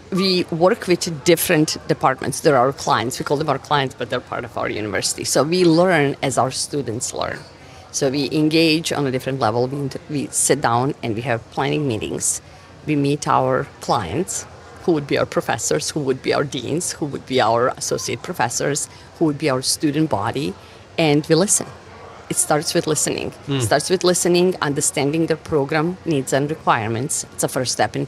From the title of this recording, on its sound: LIVE from Pittsburgh MiniCon